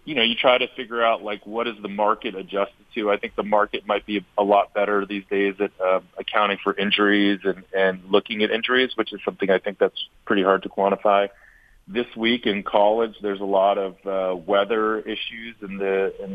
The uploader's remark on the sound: Phone in with their weekend picks.